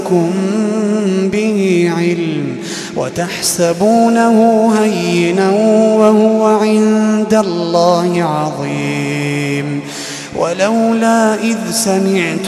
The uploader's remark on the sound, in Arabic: تسجيلات من صلاة التراويح لشهر رمضان عام 2016.